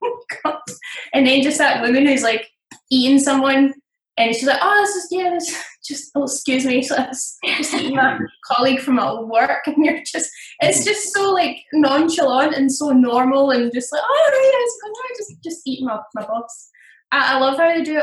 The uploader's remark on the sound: The Zoom season continues